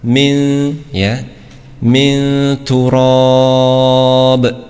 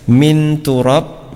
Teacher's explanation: dengan menyamarkan huruf yang pertama ke dalam huruf yang kedua dengan tetap menjaga gunnah · Shown in: first take · ya. Ya, dengan tetap menjaga gunnah. · Term: ikhfa